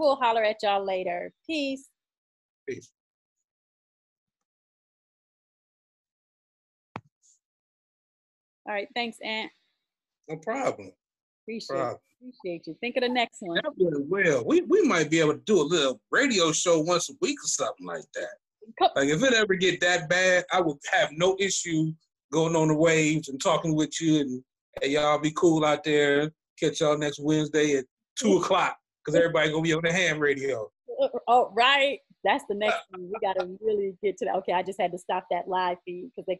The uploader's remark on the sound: we use facebook live